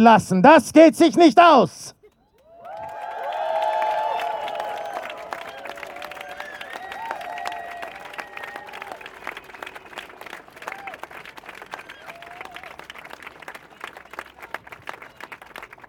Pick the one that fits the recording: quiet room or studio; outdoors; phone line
outdoors